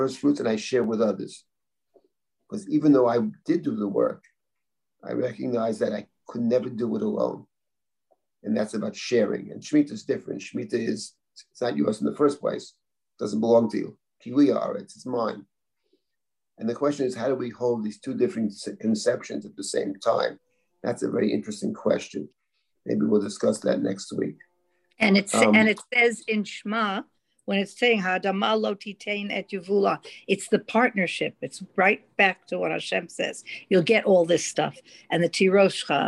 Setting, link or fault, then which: link, video call